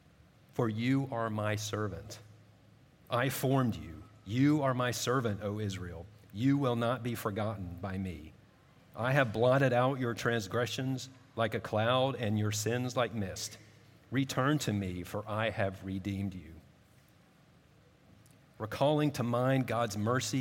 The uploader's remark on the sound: At Redeemer Presbyterian Church in Charleston, SC